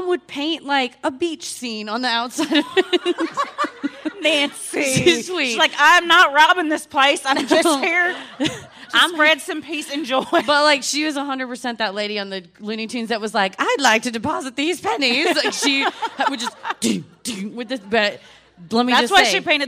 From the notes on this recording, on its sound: Recorded Live at Helium Comedy Club - Portland.